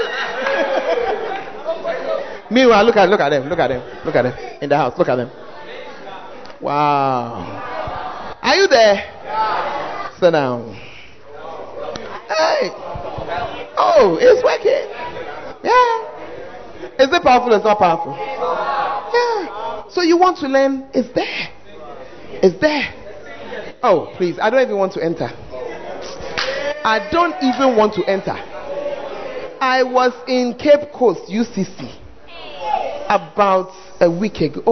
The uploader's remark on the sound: Preached At The 100s and 200s Camp